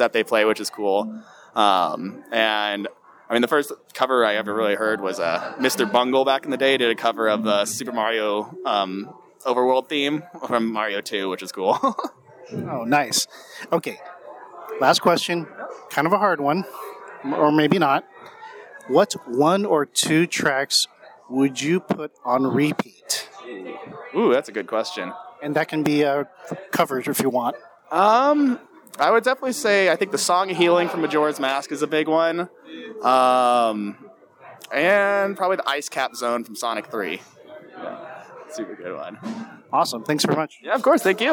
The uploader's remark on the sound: Let's Talk (and Drink) at Brew Games Plus